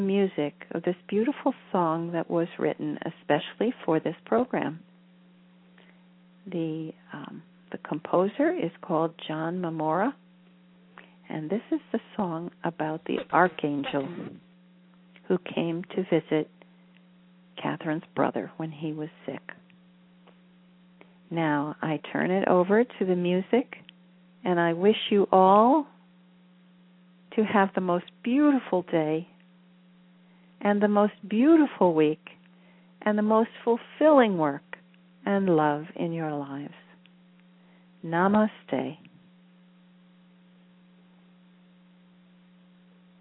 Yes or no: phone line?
yes